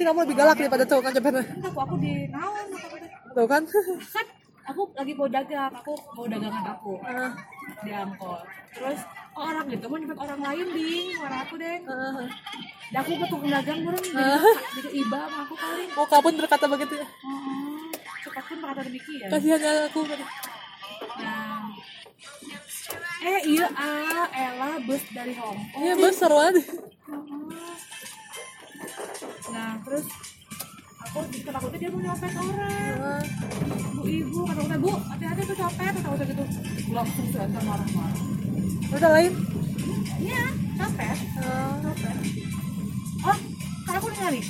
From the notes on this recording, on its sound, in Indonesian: di perjalanan pulang dari rumah nenek, ditemani dua bocah dengan backsound YouTube